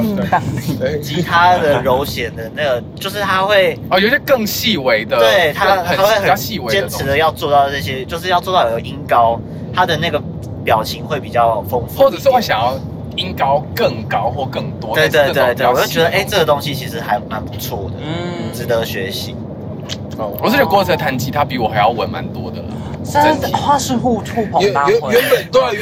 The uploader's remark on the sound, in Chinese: 前往森林音樂祭的保母車上。車速過快，瘋狂消音嗶嗶嗶！！本集於保母車上錄製，底噪較大敬請見諒。